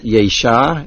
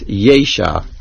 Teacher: The word yesha is mil'el on the yud. · Shown in: second take · It is not yesha, it is yesha.